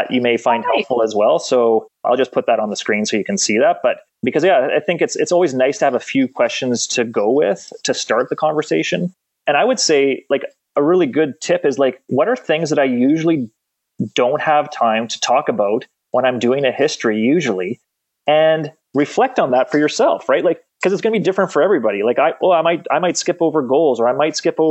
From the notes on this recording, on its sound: Shares the recording of their Virtual Coffee Webinar for the College of Physical Therapists of BC.